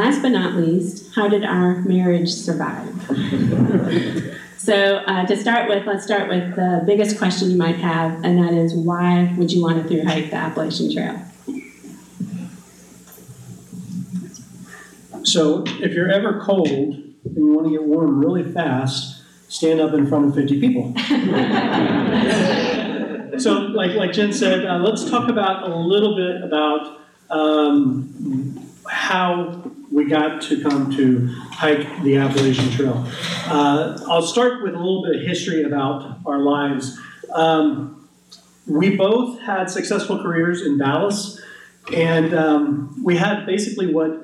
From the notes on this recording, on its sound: This presentation was recorded January 31, 2019 at the McMillan Memorial Library.